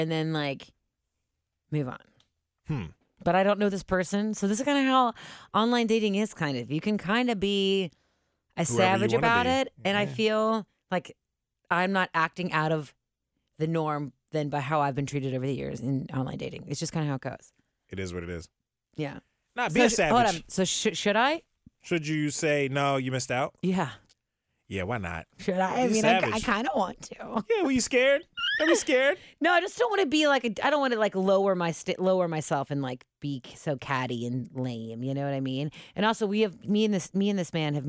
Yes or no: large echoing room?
no